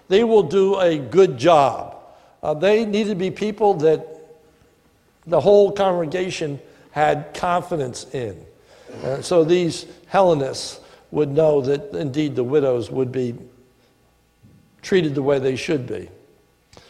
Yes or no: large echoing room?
yes